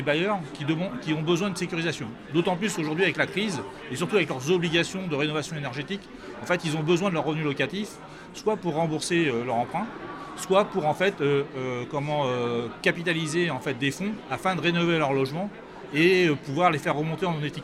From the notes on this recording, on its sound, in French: Ce podcast a été enregistré à Immo, le congrès de la FNAIM à Paris.